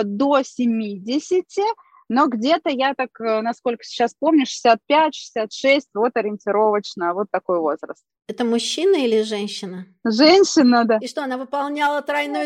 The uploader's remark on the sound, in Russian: Мы купили новый дорогущий микрофон и не смогли сразу хорошо его настроить! Звук в этом эпизоде немного поехал.